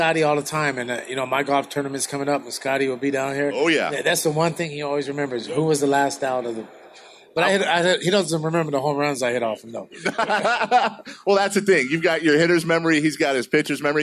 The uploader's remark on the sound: Live At Sports Fest